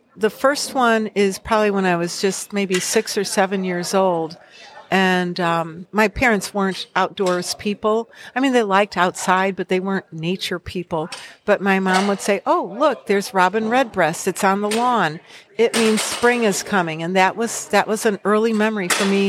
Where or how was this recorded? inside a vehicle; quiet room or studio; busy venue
busy venue